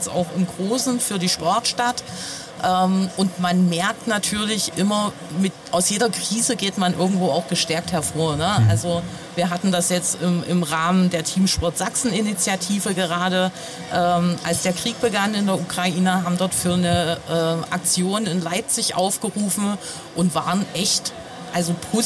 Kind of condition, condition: setting, busy venue